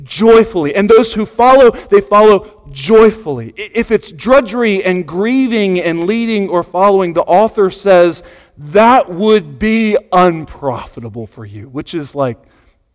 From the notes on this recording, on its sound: Sunday Morning Sermon Audio